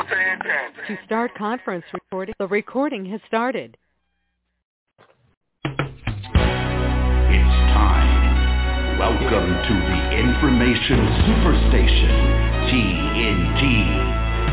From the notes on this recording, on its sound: TNTSuperfantastic Conference Call.